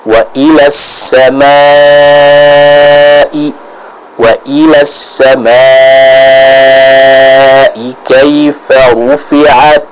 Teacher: Fathah bertemu dengan alif dan bertemu kembali dengan huruf hamzah pada satu kata yang sama, maka ini dihukumi sebagai mad wajib al-muttasil. Kita panjangkan dengan kadar 4-5 harokat. Jadi jangan terburu-buru, kita baca dan sempurnakan madnya terlebih dahulu.